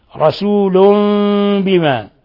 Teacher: فحيث قلبنا النون الساكنة ميما مخفى · Term: إقلاب